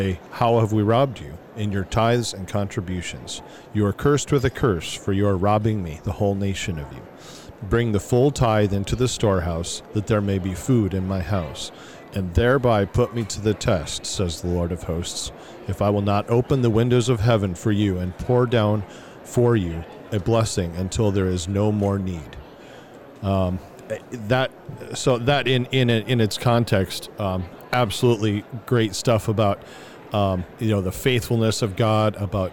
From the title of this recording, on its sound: LIVE From NRB